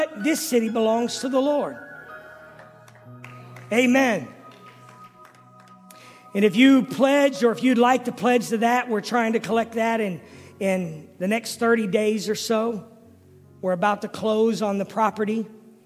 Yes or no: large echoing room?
yes